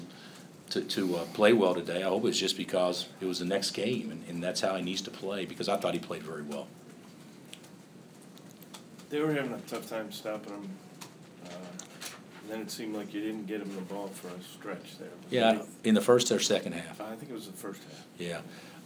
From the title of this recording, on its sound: Press Conferences & Post-Game Interviews